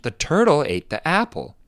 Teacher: There's a drop in intonation when we say the verb